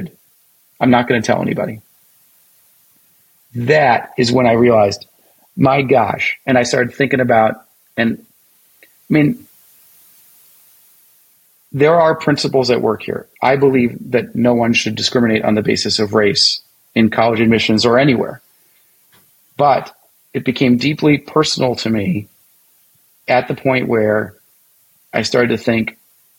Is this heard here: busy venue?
no